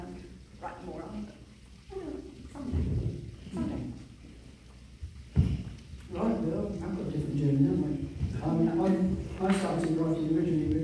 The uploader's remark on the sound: The second panel from the Darkside of Brighton Festival held at the Old Ship Hotel in Brighton.